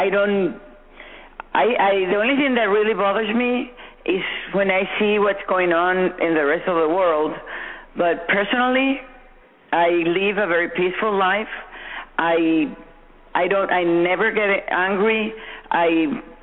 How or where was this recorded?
phone line